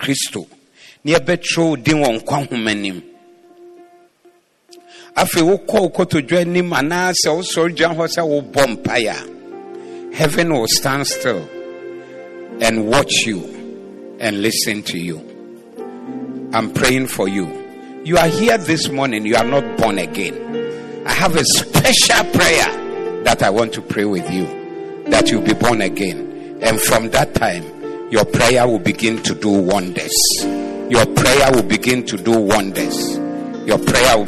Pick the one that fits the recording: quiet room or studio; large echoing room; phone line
large echoing room